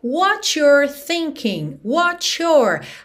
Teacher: Atenção aí à ligação do T com you are contraído, fica cho, cho. E o you are contraído frequentemente, your, your.